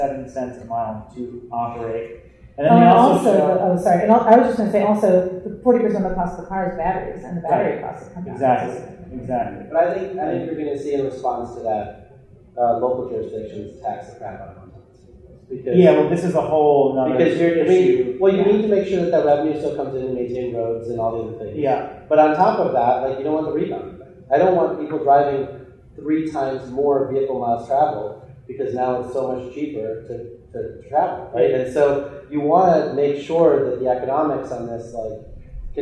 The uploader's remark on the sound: Live From SXSW Eco. We're really sorry for the audio quality. There were some technical difficulties, and we did our best to clean up what we had.